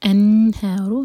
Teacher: نون پر اظہار، تو نون پر نہ تو ہم ہولڈ کریں گے اور نہ ہی جھٹکا دیں گے